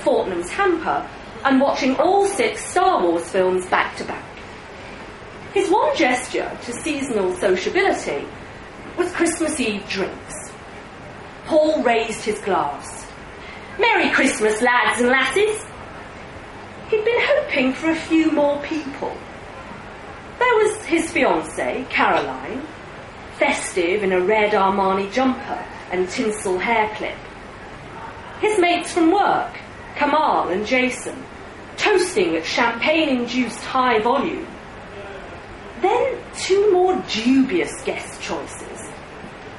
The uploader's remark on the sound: read live at the liars league